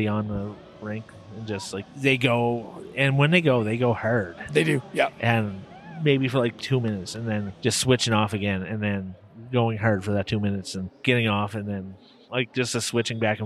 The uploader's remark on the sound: We were at the Calgary Roller Derby!